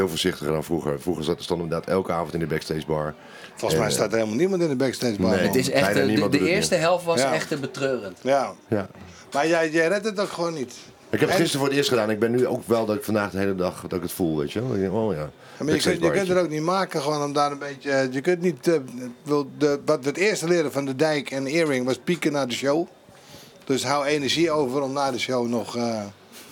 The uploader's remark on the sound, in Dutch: De laatste aflevering van dit seizoen vanuit de Kleinste Kroeg tijdens De Vrienden van Amstel LIVE.